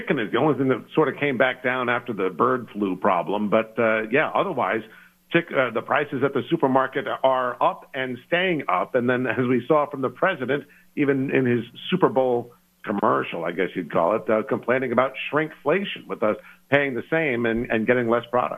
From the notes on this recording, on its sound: Calling in LIVE from South Carolina. In the Sig Sauer Studios, presented by AutoFair.